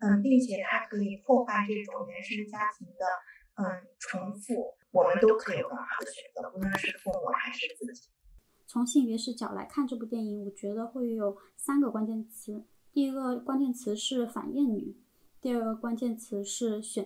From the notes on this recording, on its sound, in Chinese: 由于录制原因，此次音频质量不佳，下次会做得更好，请见谅。